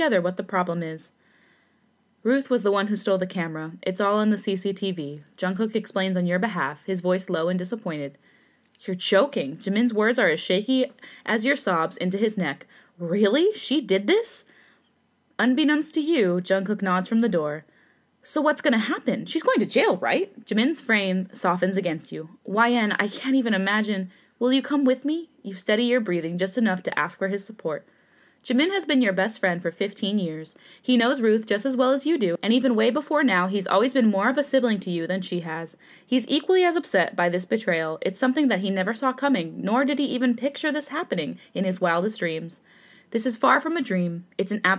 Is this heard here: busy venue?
no